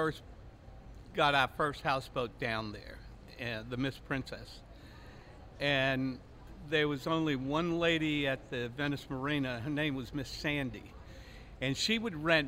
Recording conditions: busy venue